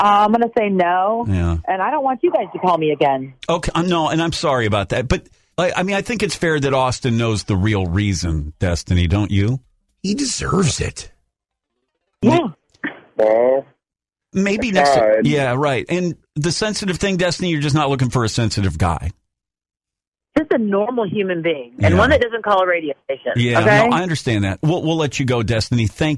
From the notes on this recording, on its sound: we got them on the phone together